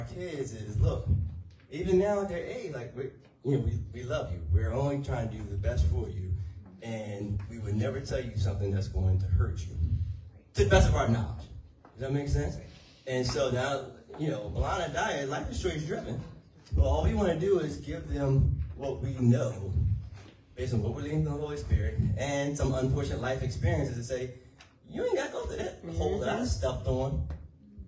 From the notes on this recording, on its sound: Sermon audio